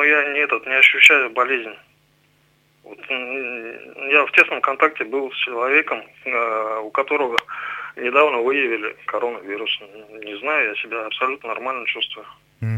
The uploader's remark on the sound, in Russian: Гости по телефону.